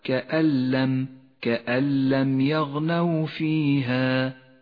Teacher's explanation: حكم الإدغام بلا غنة في قوله تعالى كأن لم يغنوا فيها، النون الساكنة بعدها حرف اللام، تسقط النون من اللفظ تماما وتشدد اللام التي بعدها